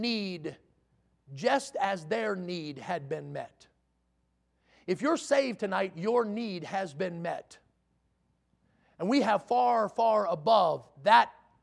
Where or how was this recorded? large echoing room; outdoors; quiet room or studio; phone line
large echoing room